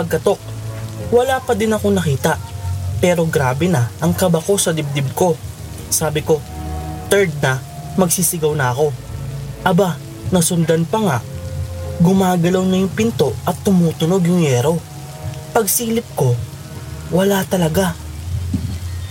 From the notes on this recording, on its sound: Relaxing rain sound in the background too!